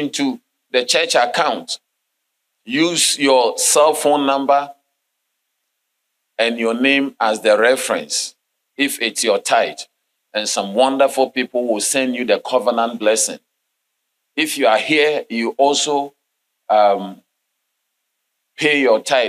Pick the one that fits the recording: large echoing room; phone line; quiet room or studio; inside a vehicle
large echoing room